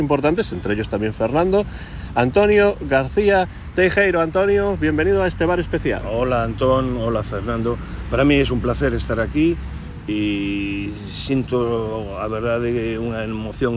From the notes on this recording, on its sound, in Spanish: Programa grabado en la Playa de Samil, en Vigo.